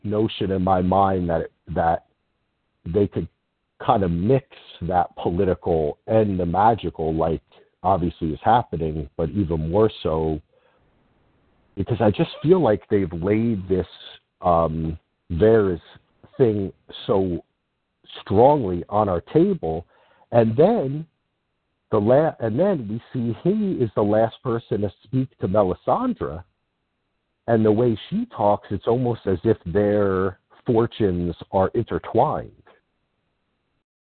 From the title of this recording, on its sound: Fan Call In Show